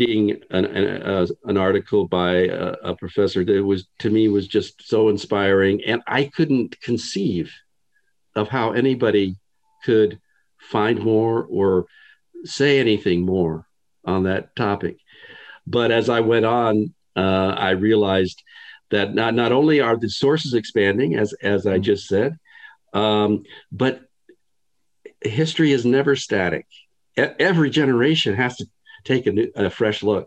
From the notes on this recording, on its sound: This interview was conducted over Zoom, and so the audio (and video) quality is...